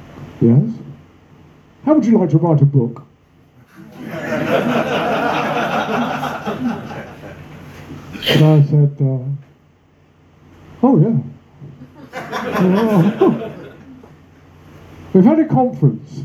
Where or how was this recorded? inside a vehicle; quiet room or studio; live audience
live audience